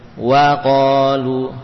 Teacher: Waqalu, satu harokat dan diberi fathah yang jelas.